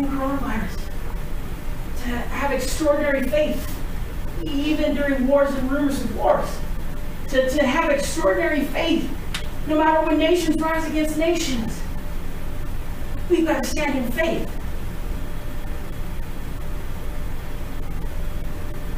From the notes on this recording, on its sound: We apologize for the audio.